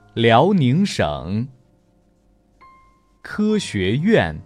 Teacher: 以上读的三个字的词语的话，都是中中重格式的一个读法。